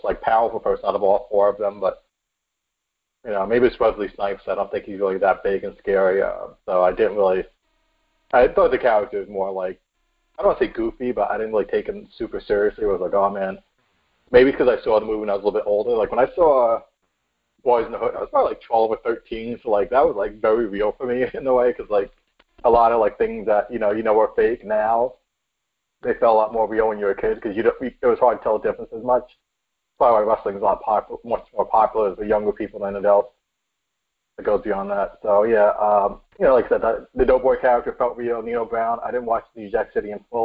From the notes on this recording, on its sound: We are not letting a little recording issue get in our way.